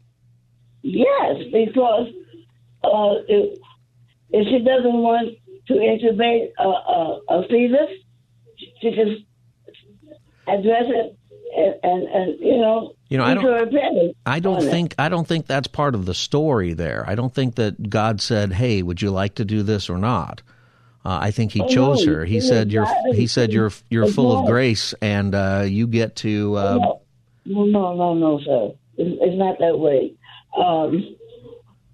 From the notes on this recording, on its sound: Take your calls for Open Phone Friday.